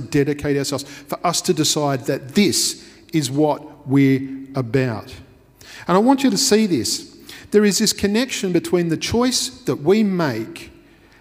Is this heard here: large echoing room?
yes